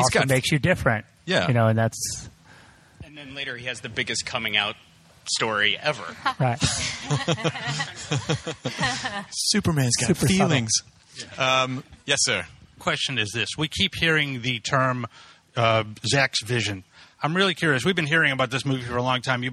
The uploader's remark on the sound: The Man of Steel press conference.